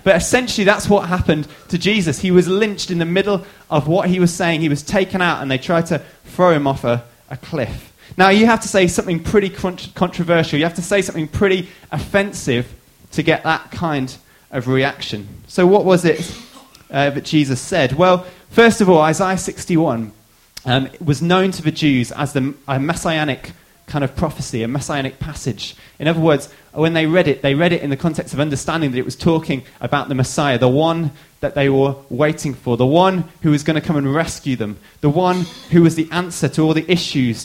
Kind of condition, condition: setting, large echoing room